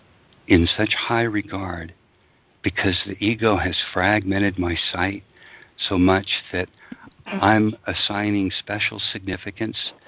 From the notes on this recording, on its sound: ACIM Daily Conference Call